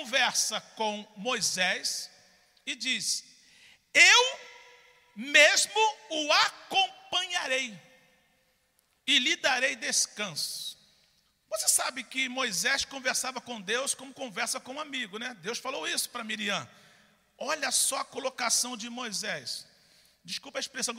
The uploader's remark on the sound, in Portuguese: CULTO DA VITÓRIA AO VIVO